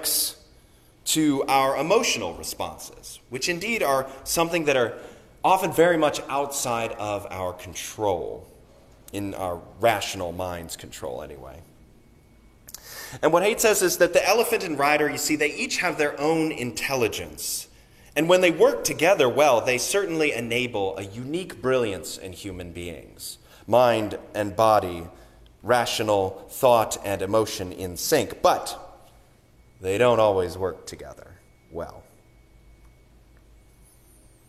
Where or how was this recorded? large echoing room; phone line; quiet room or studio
large echoing room